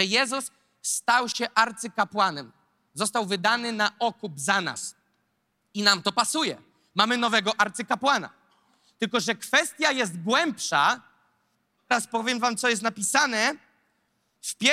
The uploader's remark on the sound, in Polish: zostało nagrane podczas nabożeństwa NOF Church 23.